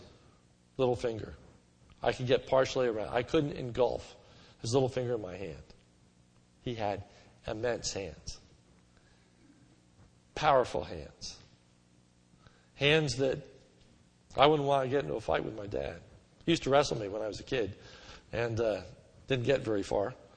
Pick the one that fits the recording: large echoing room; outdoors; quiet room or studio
large echoing room